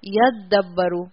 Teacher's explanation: لیکن اس کی ایک ایبریویٹڈ ادغام والی شکل بھی قرآن میں آتی ہے یدبرو، وہاں تا ہٹا دیتے ہیں اور ڈائریکٹ یا کے بعد آپ کو، جیسے یہاں یا کے بعد تا نظر آ رہی ہے، یدبرو میں تا ہٹا دیتے ہیں، تا دال میں مرج ہو جاتی ہے اور یدبرو بن جاتی ہے